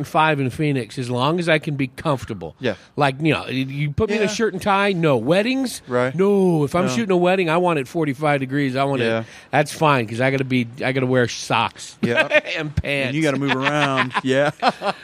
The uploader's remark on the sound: This episode was recorded at & brought to you by Big Daddy E’s BBQ & Catering. This episode was recorded at & brought to you by Big Daddy E’s BBQ & Catering.